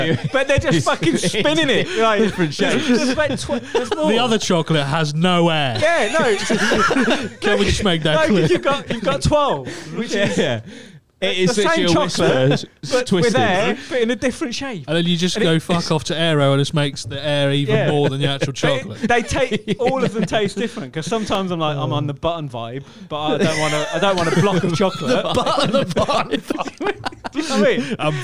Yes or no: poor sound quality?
no